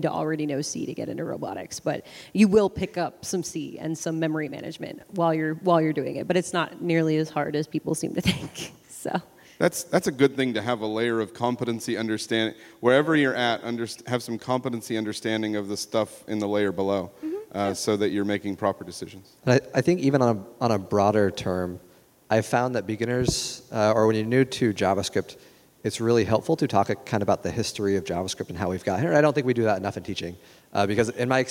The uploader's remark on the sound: This show live at ForwardJS. This show live at ForwardJS.